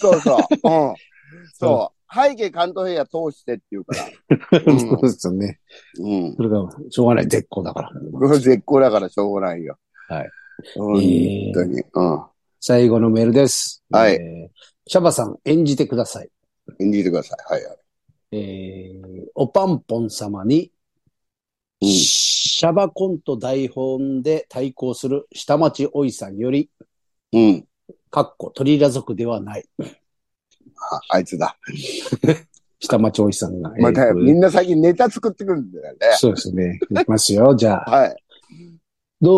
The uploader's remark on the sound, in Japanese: ZOOMで収録